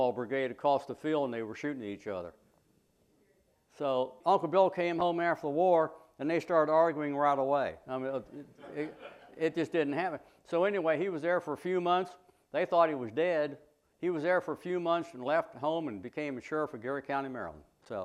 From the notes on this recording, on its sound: The presentation was given on May 8, 2018, at the Fort Myer in Arlington, VA. Questions and answers follow the presentation.